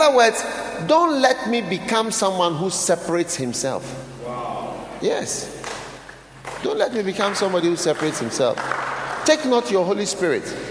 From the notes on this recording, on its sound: Preached at the Nakpanduri Pastors‘ Conference.